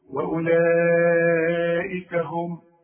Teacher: الميم عند الوصل ضمها. والميم اذا وقفت عليها سكنها